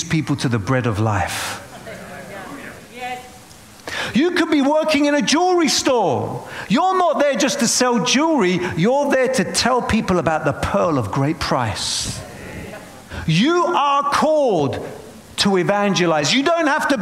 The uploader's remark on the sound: Preaching at a Church in Boston.